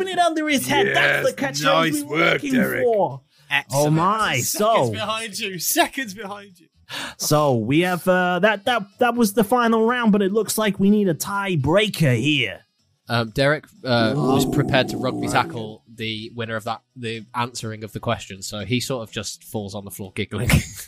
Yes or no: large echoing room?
no